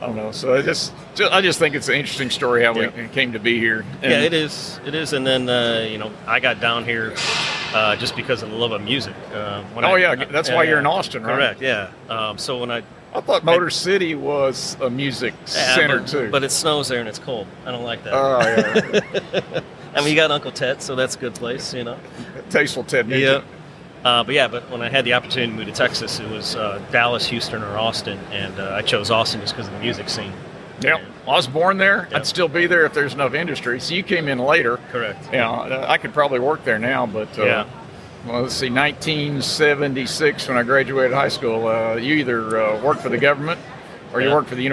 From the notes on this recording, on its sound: From the floor of the Offshore Technology Conference in Houston, TX.